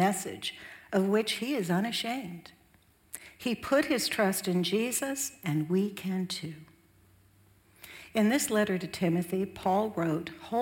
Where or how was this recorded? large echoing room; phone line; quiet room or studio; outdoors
large echoing room